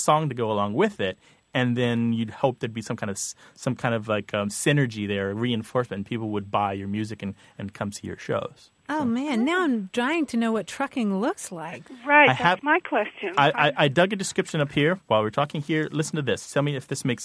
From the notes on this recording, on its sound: A pilot phones the show